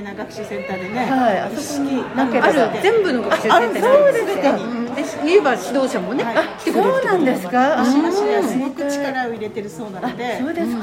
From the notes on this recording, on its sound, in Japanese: 信夫学習センターにて開催された、「会員交流会・ボッチャ体験会」において、収録しまし